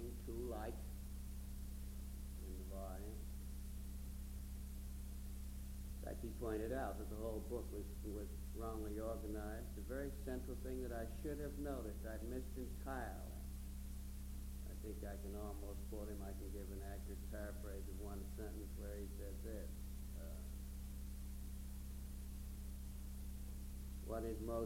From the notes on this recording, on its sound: This asset is difficult to decipher due to audio quality and the fact that it seems to begin after the event started.